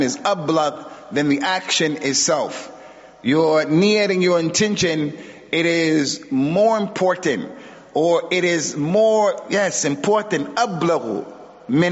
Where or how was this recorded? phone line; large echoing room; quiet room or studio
large echoing room